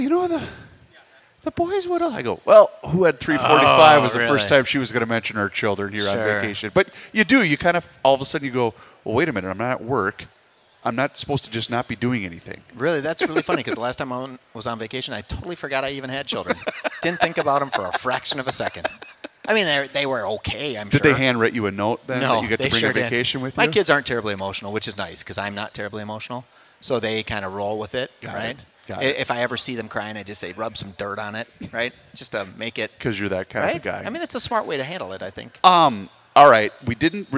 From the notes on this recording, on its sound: Live at the 2024 MN Golf Show.